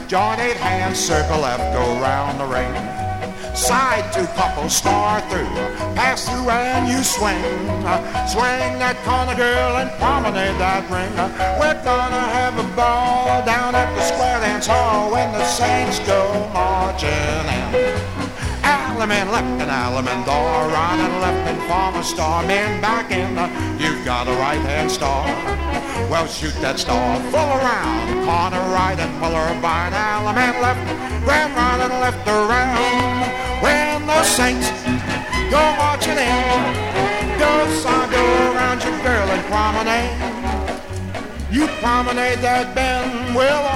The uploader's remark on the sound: Track six, record THREE from the 1964 Blue Star Jubilee Square Dance held in the Sam Houston Auditorium.